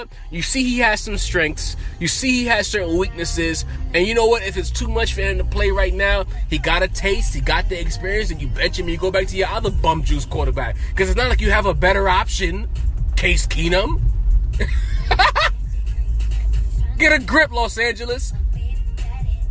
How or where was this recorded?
inside a vehicle